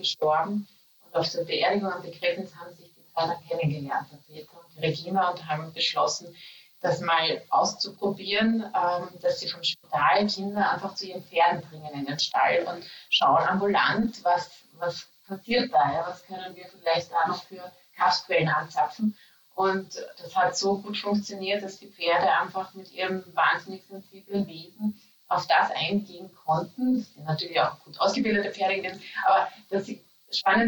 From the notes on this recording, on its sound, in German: SORRY für die schlechte Audioqualität! Auch wenn unser Mikrofon diesmal etwas gestreikt hat.